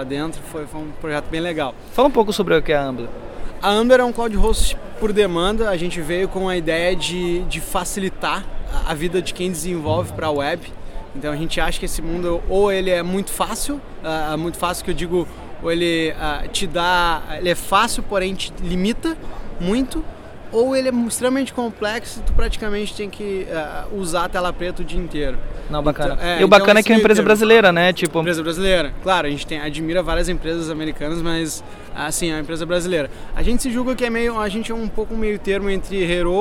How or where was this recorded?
busy venue